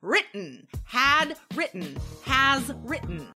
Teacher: We usually don't say written, right? We use that glottal stop.